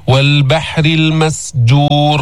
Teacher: والبحر المسجور، والبحر باء مرققة ما في تفخيم، حاء من الحلق كمان مرققة مستفلة ما في تفخيم، والراء مكسورة.